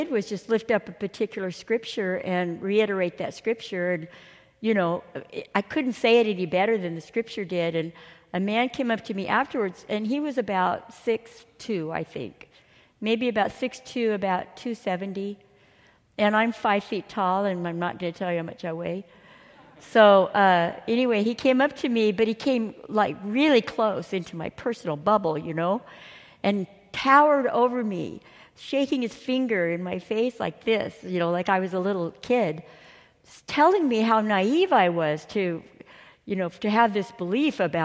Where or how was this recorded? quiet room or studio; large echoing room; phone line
large echoing room